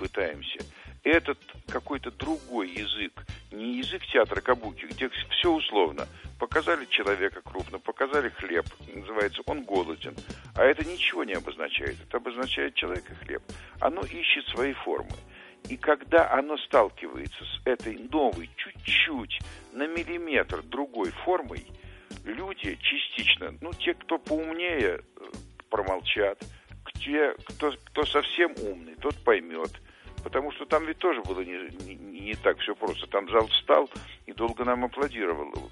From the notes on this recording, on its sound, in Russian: гость по телефону